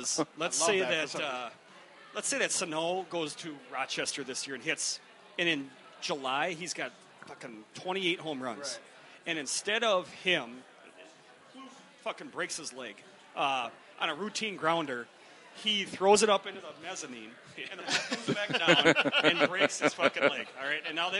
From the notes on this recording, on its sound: For this week's Sportive, we actually got out of the house and recorded at a bar, Gleeman and the Geek style.